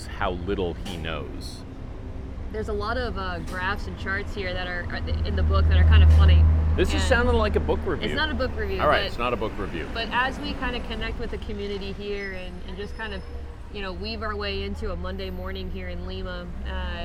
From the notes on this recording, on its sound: sitting outside a coffee shop in Lima, Peru